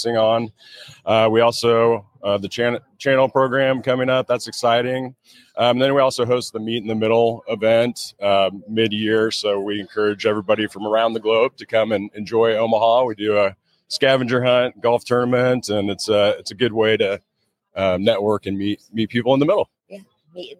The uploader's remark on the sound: Live from PTC‘23